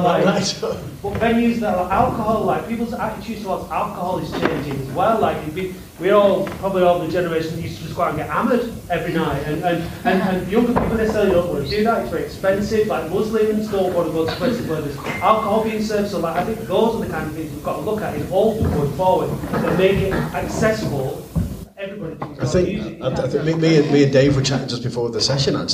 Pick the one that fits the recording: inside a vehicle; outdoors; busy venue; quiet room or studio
busy venue